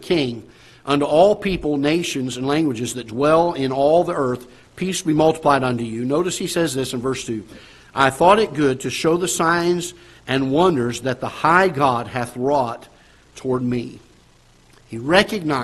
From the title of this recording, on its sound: Ketha Heights Baptist Church ~ Live Broadcast